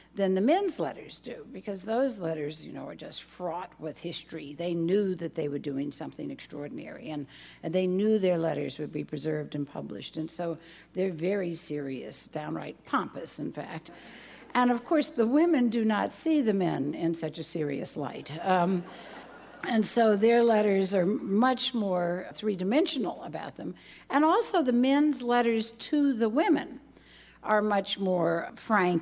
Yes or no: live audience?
yes